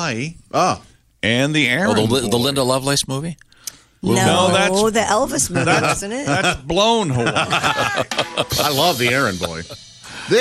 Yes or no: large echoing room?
no